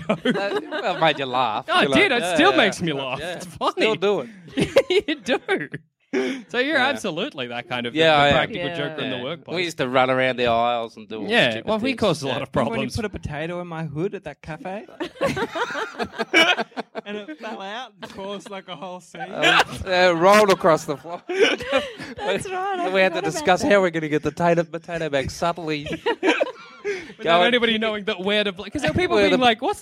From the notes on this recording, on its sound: Live from Fringe! Live at Fringe.